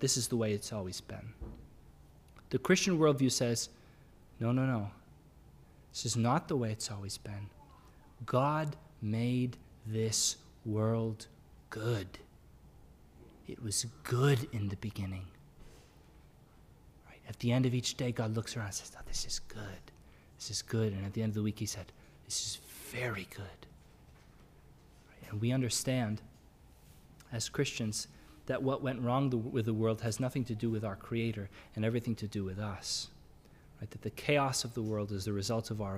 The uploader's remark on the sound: Sermon audio from the LBC worship service on Sunday, March 13, 2022.